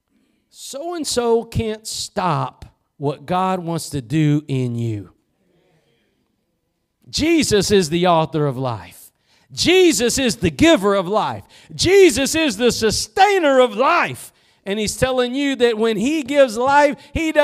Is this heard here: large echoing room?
yes